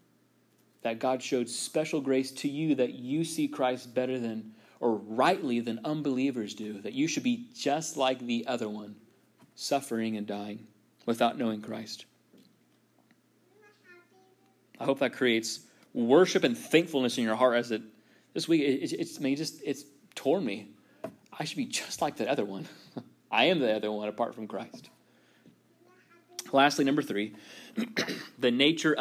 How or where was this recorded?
large echoing room